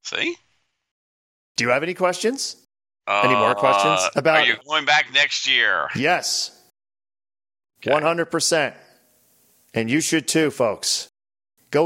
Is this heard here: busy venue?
no